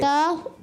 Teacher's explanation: ता हरूफ़ तो यह ज़बान की नोक और ज़बान का सिरा और ऊपर के दांतों के जड़ से अदा होता है। जबान का सिरा और ऊपर के दांतों की जड़ से ता अदा होता है · Term: ता का मखरज